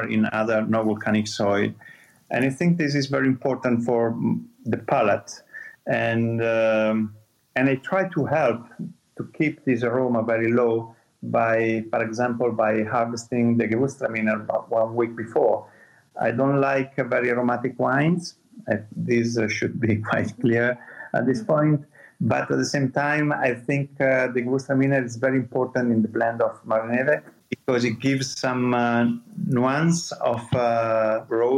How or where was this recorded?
video call